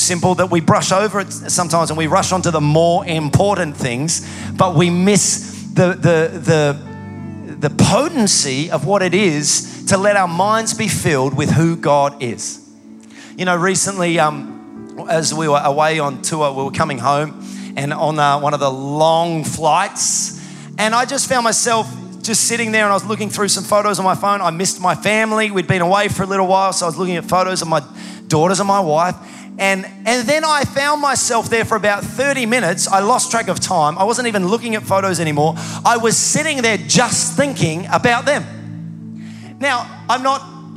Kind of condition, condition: setting, large echoing room